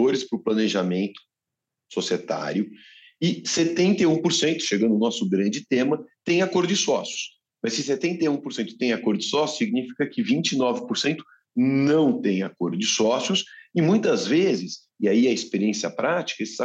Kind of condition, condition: link, video call